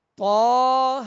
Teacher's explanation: اس کے اوپر جو کھڑا زبر ہے طہ پر اور ہا پر، ایک الف کی مقدار میں ہم اسے دراز کریں گے، کھینچیں گے.